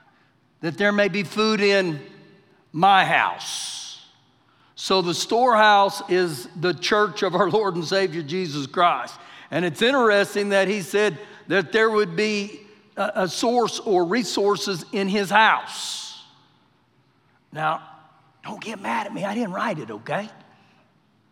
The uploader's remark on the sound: Recorded live during our Wednesday night service